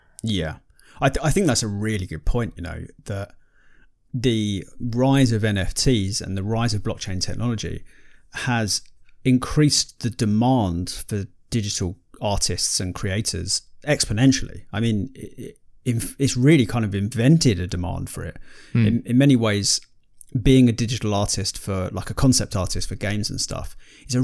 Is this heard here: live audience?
no